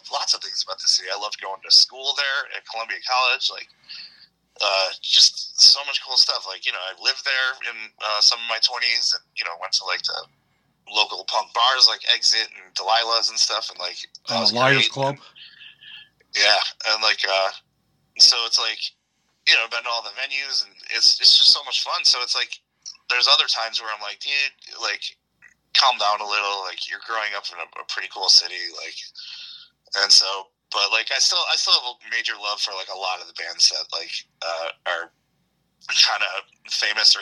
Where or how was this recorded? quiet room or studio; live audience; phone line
phone line